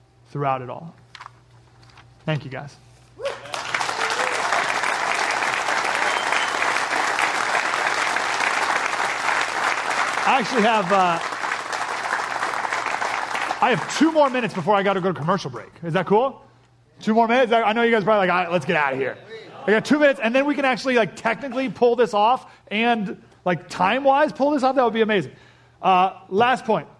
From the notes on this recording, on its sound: a live address at a Christian men's conference at Foothills Christian Church in San Diego